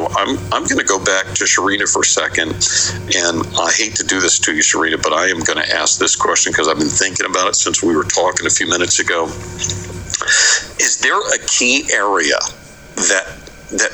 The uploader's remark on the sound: Due to technical conditions beyond our control, the quality of the audio in this week's "Innovation in Audio" Podcast is challenged. However, due to the importance of the content, we have included as much of the event as technically possible.